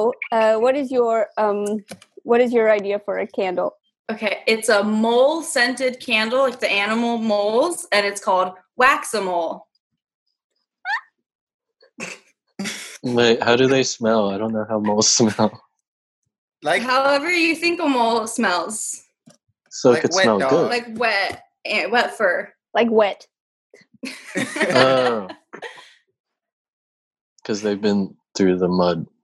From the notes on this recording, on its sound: Play listener-created games with callers via Zoom!